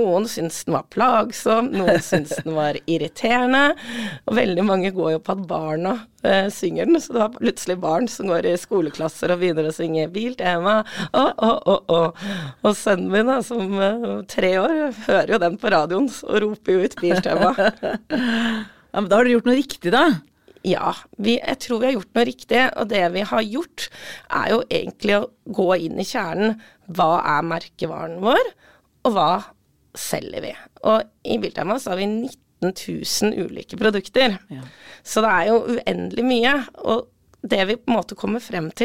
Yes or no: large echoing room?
no